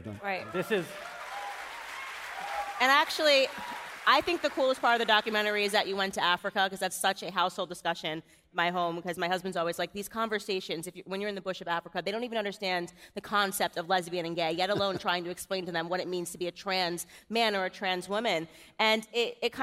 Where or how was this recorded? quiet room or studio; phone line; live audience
live audience